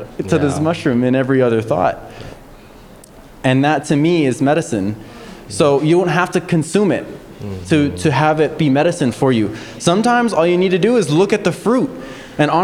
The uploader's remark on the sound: On this very special live episode recorded at Art of Consciousness, an Earth Day Celebration of Visionary Art, Music and Culture in San Antonio.